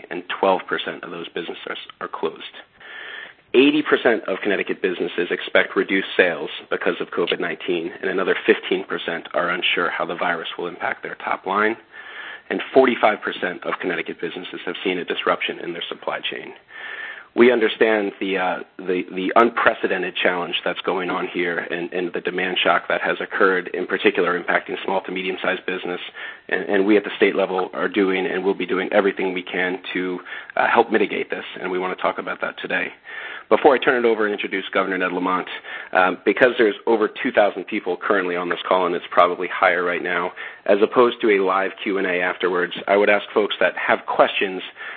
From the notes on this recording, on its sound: Conference Call